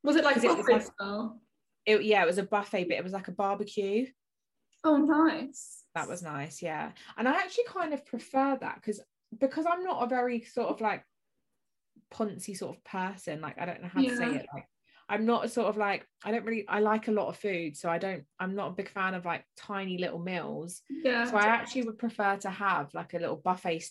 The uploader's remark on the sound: we do our first zoom podcast